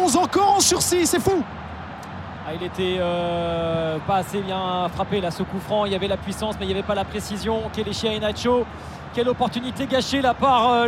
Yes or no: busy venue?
yes